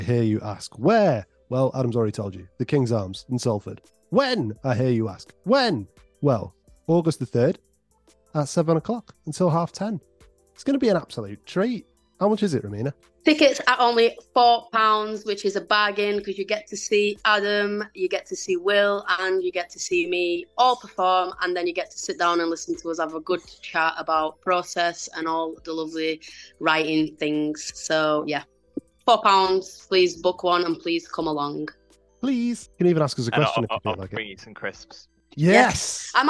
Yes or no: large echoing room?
no